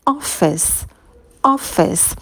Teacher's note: И в слове office краткий о, мы челюсть уронили вниз, быстро поставили на место. Звук ф можно немножко растянуть.